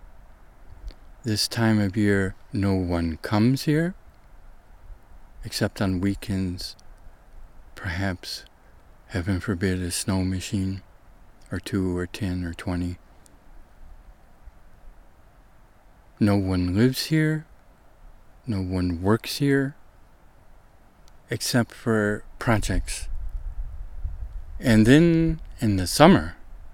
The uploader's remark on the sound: Trek in the South Wallowa wilderness. ASPEN GROVE where the field recording was made, part of a massive Sudden Aspen Decline (SAD) in Northeast OREGON.